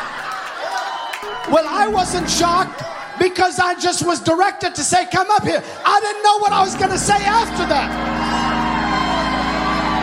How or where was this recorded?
large echoing room